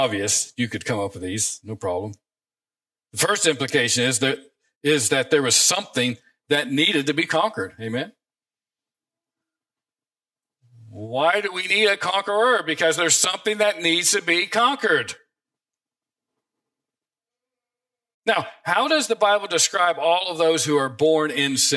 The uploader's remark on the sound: preached this sermon from the pulpit of Grace Community Church in Berea, KY